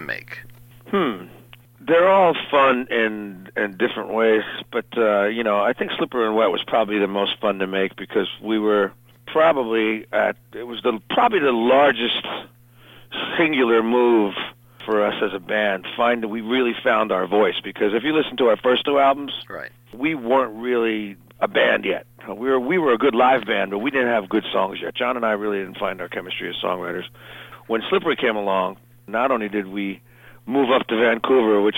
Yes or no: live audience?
no